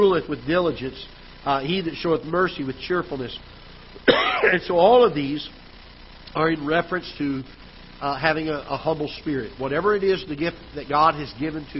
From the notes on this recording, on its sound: Ketha Heights Baptist Church ~ Live Broadcast.